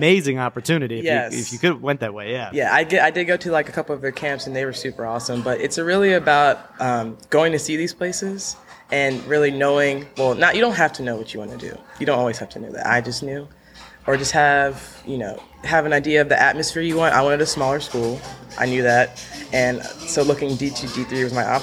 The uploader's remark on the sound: Recorded each week at Chad's BBQ in Edgewater, MD. Recorded each week at Chad's BBQ in Edgewater, MD.